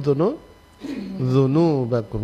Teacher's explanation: Jadi saat menyebut huruf dzal itu jangan sampai berdesis. Kalau dia berdesis berarti lo pindah huruf pun deh zai.